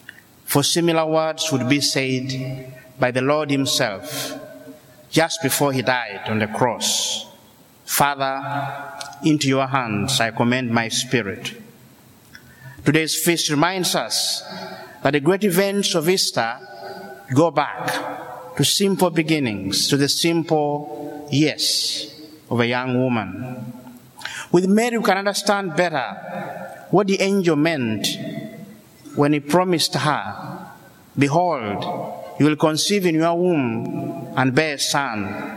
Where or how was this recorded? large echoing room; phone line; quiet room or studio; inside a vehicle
large echoing room